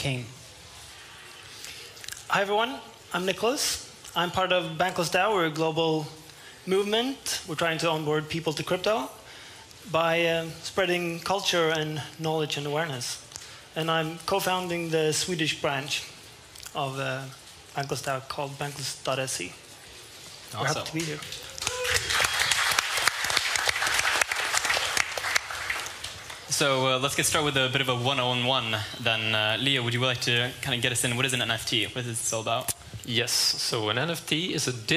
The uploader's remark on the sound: Live at Stockholm Fotografiska.